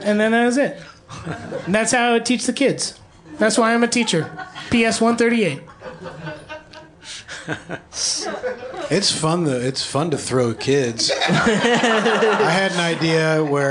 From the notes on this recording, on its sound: This week’s episode was recorded live at Union Hall.